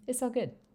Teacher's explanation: notice the T and the L have pretty much disappeared